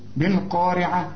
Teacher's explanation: القاف دي أعلى درجات التفخيم، والراء هنا مرققة لأنها مكسورة